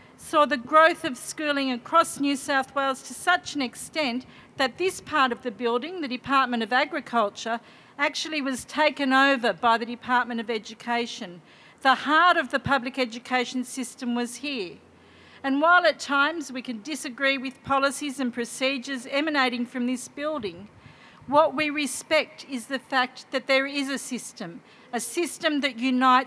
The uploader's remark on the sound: NSWTF Bridge Street Rally. The NSW Teachers Federation held a public rally outside the Department of Education in Sydney.